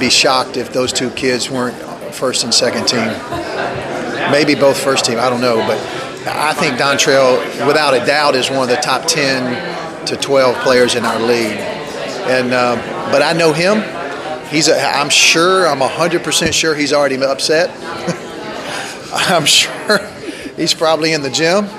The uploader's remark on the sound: at 2019 Big South Media Day